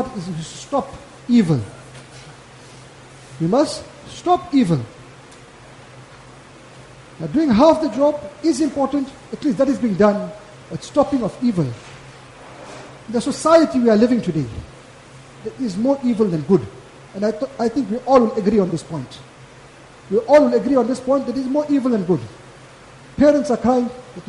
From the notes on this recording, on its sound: Jumuah lecture